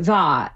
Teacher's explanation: saying the vowel a, like in that, more backed